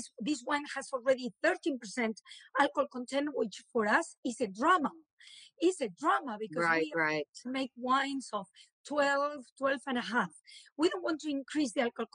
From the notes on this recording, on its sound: recorded on instalive during the pandemic